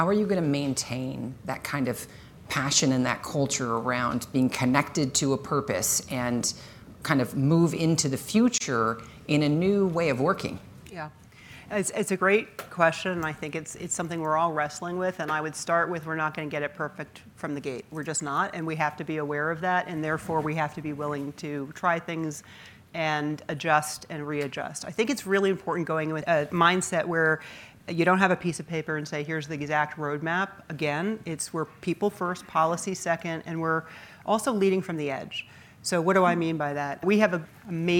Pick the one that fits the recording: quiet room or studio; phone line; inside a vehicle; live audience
live audience